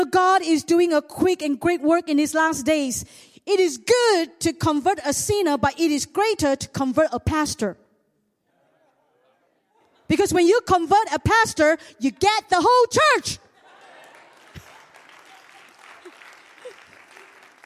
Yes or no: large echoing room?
yes